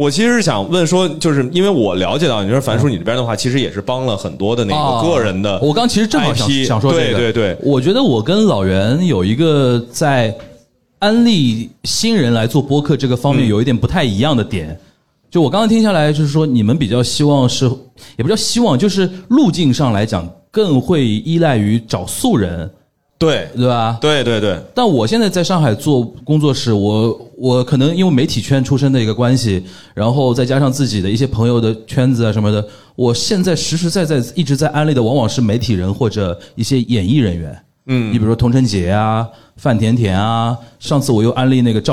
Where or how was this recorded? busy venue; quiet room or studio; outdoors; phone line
busy venue